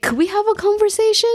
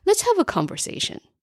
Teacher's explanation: And the key point here in this script number three is to end the sentence in a downward inflection, which denotes authority, instead of posing it as a question, ending in an upward inflection, which denotes a bit of uncertainty · Shown in: first take · So instead of saying, could we have a conversation?